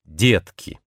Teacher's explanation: А теперь в этом слове мы произносим низкое и совсем ненапряженное «э», которое часто встречается перед твердым согласным